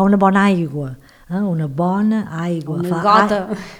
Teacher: totes aquestes dues vocals, la A i la O, sí que donen sensació com que obrin tant la boca quan els expressam · Term: vocal oberta